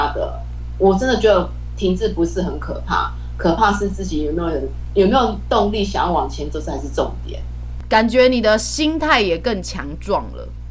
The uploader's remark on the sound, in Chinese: 第一次嘗試用視訊採訪的方式錄音。音質不佳還請見諒啊。